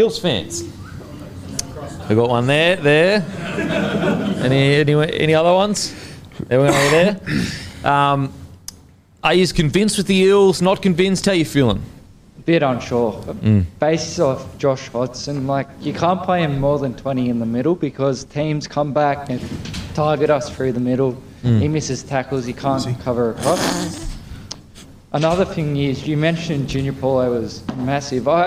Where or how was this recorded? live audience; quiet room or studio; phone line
live audience